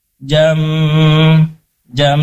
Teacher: ada idgham bi gunnah, bertemu huruf mim, maka ditahan dua harokat, rasakan di hidung dengungnya